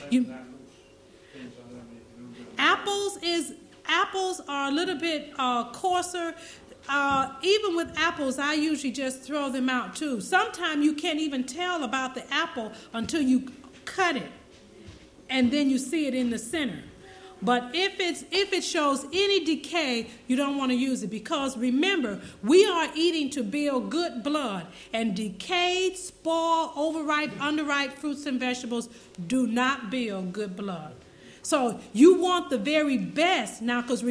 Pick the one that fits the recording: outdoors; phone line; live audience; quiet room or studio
live audience